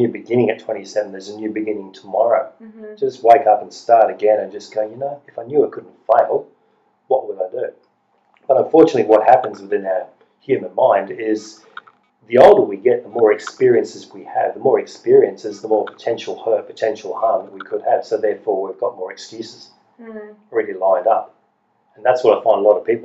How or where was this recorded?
video call